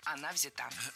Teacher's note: И только лишь в женском роде ударение переносим на окончание.